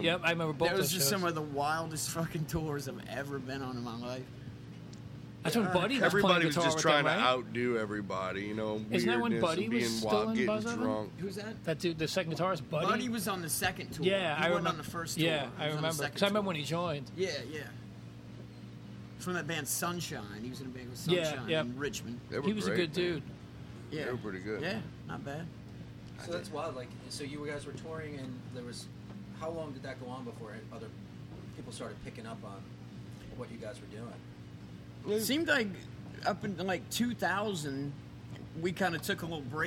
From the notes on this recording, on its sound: amongst the wonderful noises of the Saint Vitus Bar basement.